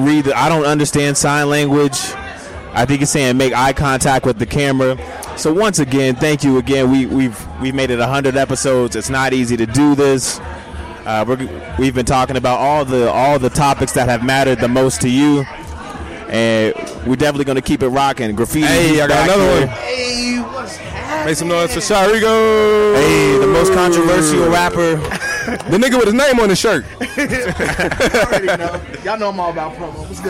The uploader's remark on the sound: We celebrate our 100th Episode live at Rock Steady.